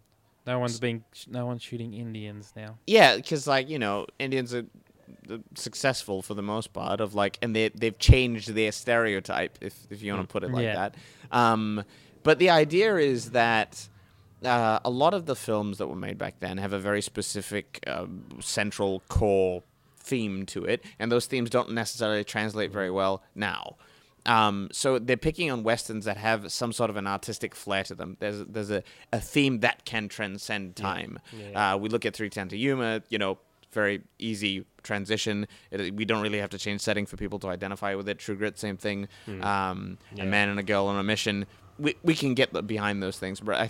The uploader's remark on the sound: Recorded live at the Brunswick Street Bookstore.